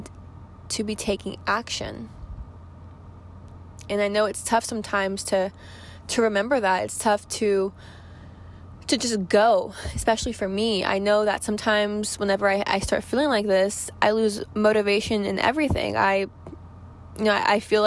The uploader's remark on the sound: I sit down in my car before going to work, with no notes, nothing-- just me talking to you guys.